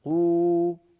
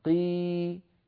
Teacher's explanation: إن هذا المد الطبيعي بمقدار حركتين